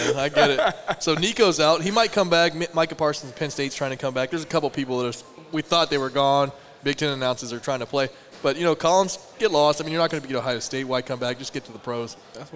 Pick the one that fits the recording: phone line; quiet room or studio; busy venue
busy venue